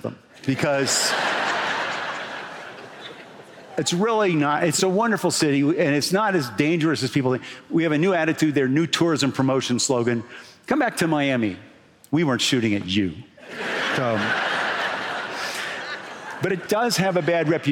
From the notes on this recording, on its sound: Recorded at the closing of the 2023 Sun Valley Writers' Conference